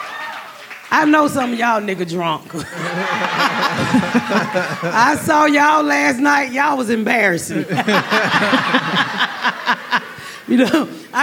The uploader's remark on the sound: Recap Live. Joining us live on the stage.